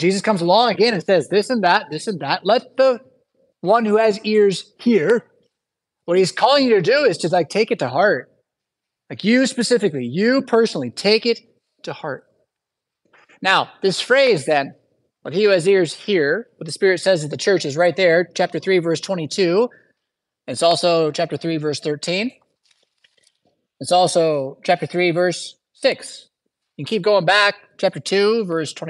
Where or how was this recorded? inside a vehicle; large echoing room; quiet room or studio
large echoing room